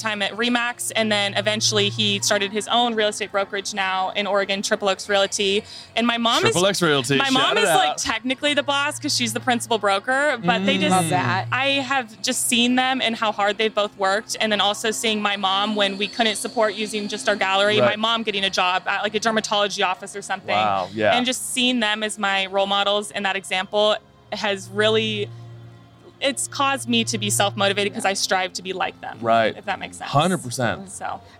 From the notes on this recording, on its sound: At Fenway Park in Boston for this week's episode!